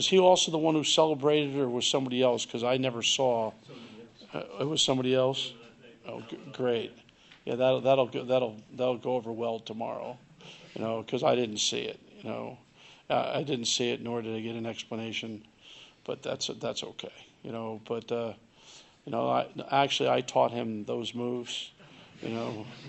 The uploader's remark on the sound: Press Conferences & Post-Game Interviews